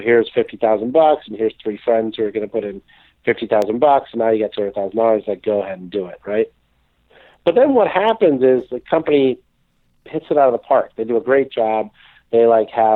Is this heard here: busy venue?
no